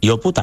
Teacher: A ver, yo tengo la teoría de que el insulto duele menos o incluso no duele porque quitáis a veces la consonante más fuerte